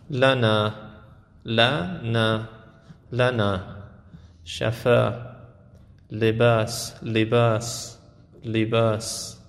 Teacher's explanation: اون چیزی که ما تو فارسی آ میدونیم باید بگیم اه، مثلا لنا، لنا، لنا، شفا، لباس، لباس، لباس. · Term: لهجه عربی